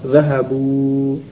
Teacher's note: Bunyi alif tidak ada. Ini adanya dalam penulisan saja, tidak ada dalam pengucapan.